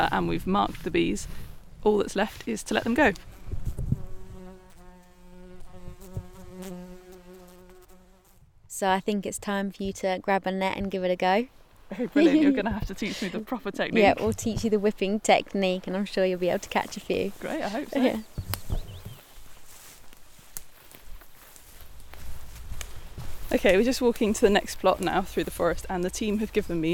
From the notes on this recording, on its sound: A day out on the mountain, catching and recording Arctic bumblebees.